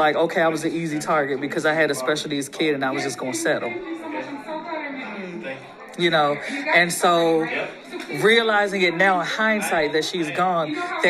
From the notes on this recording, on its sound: live interview at the 1st Annual Independent Black Author Expo